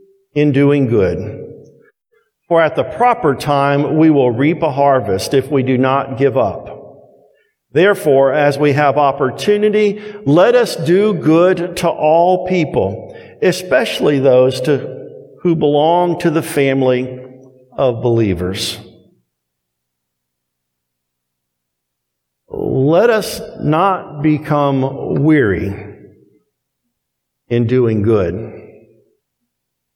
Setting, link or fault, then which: setting, large echoing room